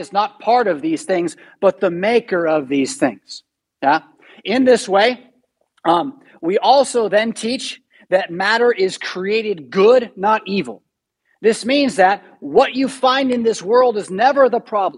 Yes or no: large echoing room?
yes